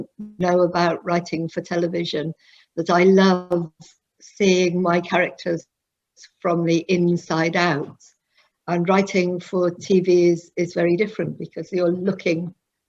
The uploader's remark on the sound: This episode is the audio version of a live online session at #JLFToronto2020.